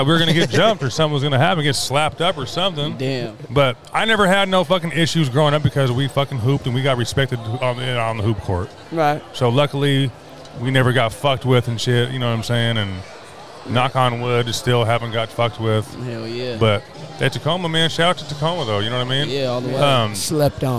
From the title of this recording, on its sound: live from Cheney Stadium for the Tacoma Sunday Market